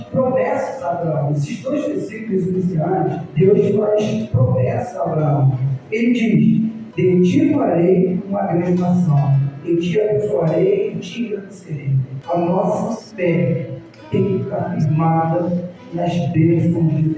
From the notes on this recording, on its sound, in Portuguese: Aproveito a oportunidade para me desculpar pela qualidade do áudio.